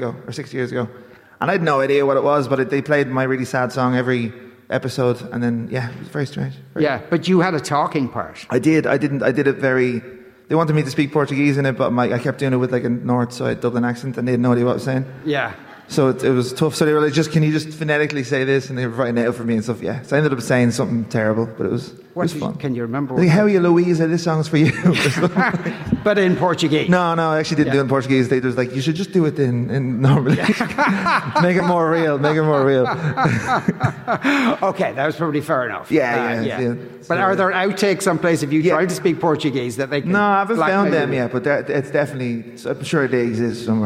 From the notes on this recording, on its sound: The Movies and Booze Christmas Special was LIVE from the Stella Cinema in Rathmines.